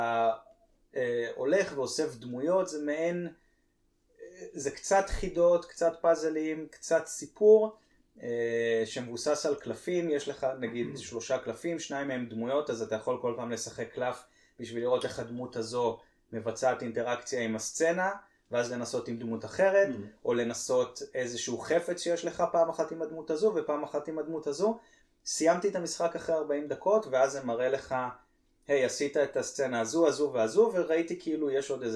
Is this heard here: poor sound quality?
yes